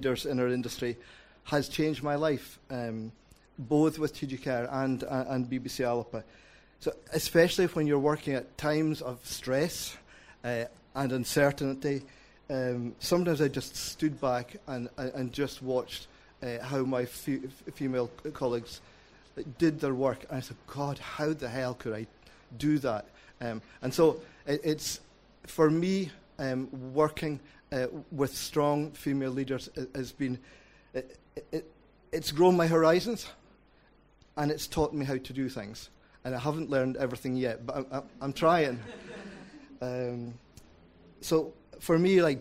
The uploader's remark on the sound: WFT and TG4 New Partnership Launch at the Galway Film Fleadh. This live event, which took place in the Pálás cinema.